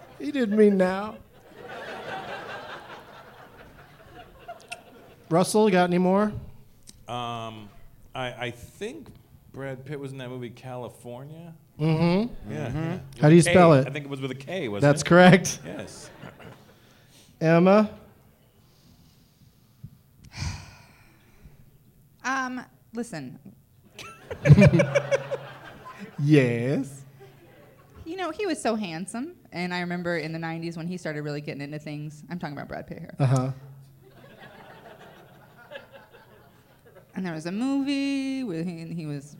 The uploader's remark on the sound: Live from Wiseguys Comedy Club in Salt Lake City